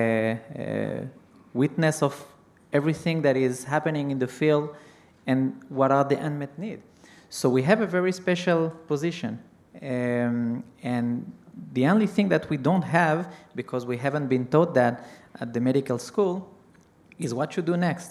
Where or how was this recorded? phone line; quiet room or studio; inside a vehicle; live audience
live audience